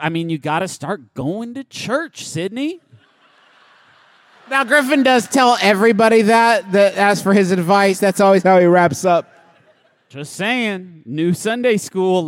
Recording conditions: live audience